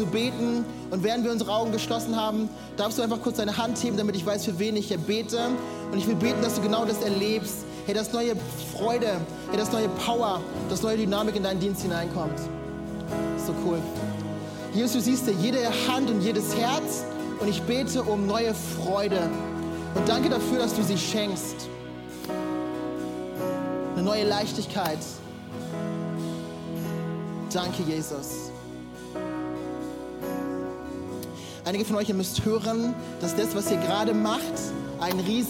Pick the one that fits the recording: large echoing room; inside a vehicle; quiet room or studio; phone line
large echoing room